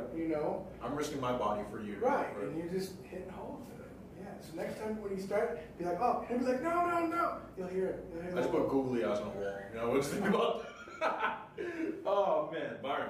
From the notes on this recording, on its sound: WE APOLOGIZE FOR THE COMPLETE SILENCE AND BACKGROUND NOISE WE ARE AT WORK SO THINGS HAPPEN.